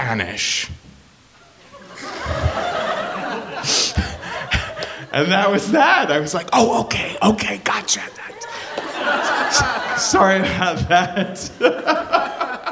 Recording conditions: live audience